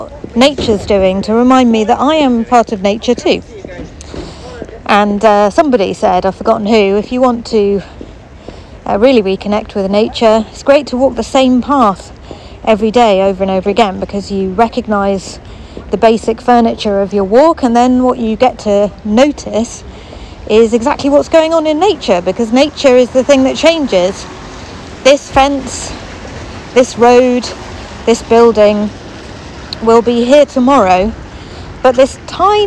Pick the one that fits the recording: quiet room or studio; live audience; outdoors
outdoors